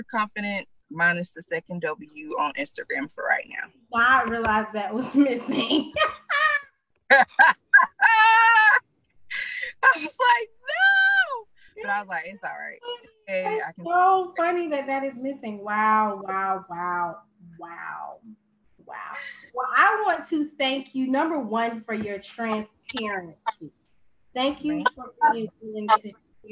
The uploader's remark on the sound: Originally created for Facebook and Zoom so quality may not be the highest.